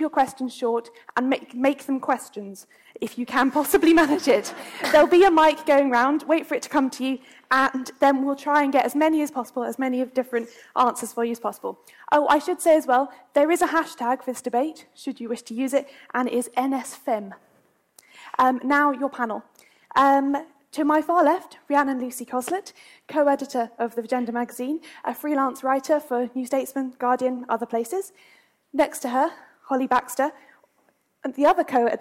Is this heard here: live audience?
yes